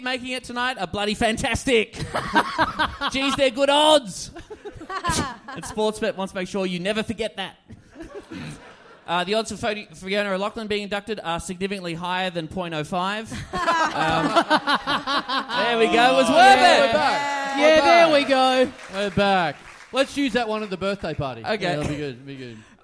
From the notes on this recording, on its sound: We're LIVE this week.